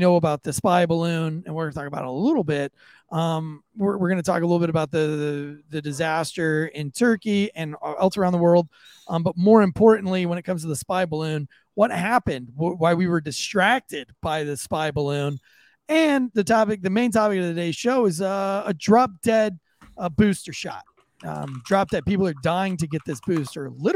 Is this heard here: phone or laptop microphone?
no